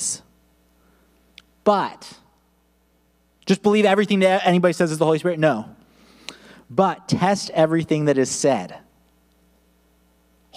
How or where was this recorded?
large echoing room